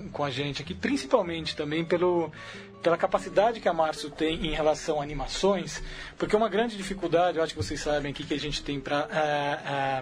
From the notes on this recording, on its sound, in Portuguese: Que veio aos estúdios da Central 3. Por telefone.